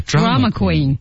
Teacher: drama 的 dra 是重音,queen 不是重音